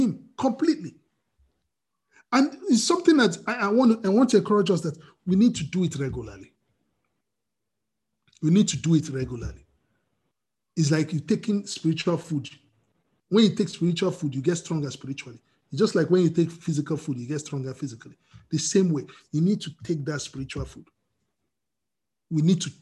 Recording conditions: video call